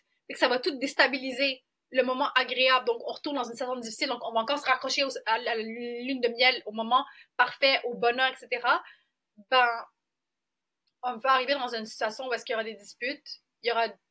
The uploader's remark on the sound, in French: Désolée pour le son.